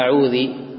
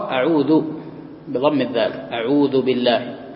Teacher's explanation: أحيانا لسرعة القراءة قد ينطق الشخص الذال في أعوذ مكسورة · Shown in: first take